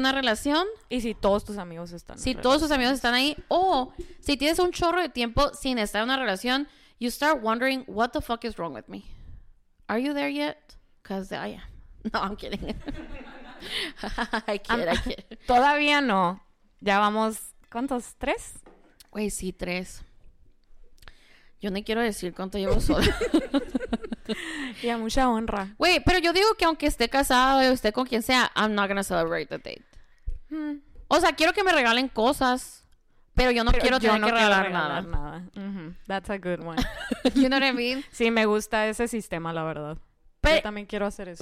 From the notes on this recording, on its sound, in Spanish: Regresamos con un episodio muy especial grabado en vivo con audiencia en our new favorite tea house, Zanati!